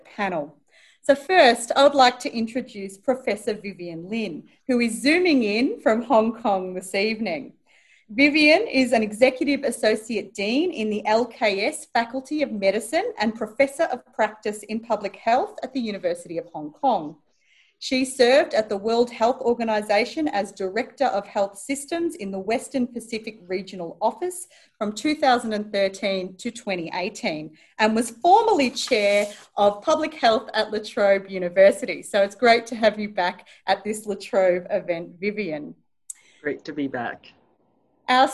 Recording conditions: video call